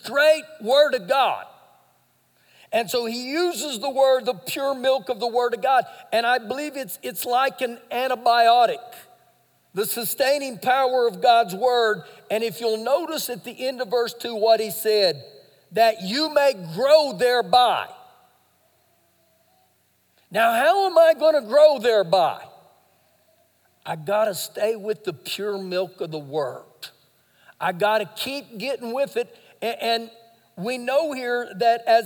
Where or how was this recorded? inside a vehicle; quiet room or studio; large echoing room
large echoing room